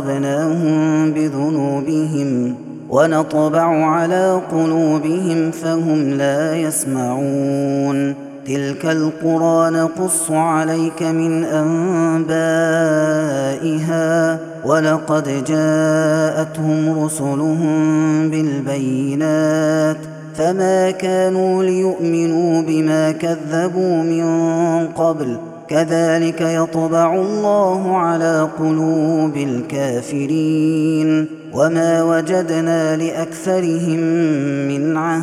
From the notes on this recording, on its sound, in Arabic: هذا التسجيل من صلاة التراويح